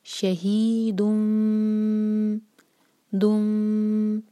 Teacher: تنوین نظر نہیں آ رہی کیونکہ وہ میم میں چینج ہو گئی، تو دال کا دومہ جو ہے اس کو ہم میم سے جوڑیں گے. شہید دم، دال کے دومہ کے لیے ہمارے ہوٹ گول ہوں گے، لیکن جب میم پر آئیں گے تو ہوٹ گول نہ رہیں، نارمل پوزیشن میں آ جائیں